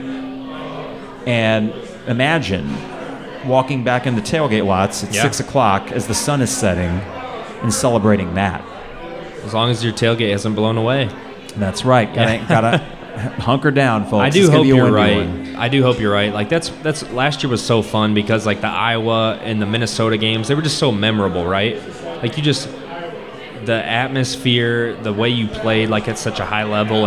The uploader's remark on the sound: Live at Pour Bros. Podcast live from Pour Bros. In Downtown Champaign to kick off Homecoming weekend.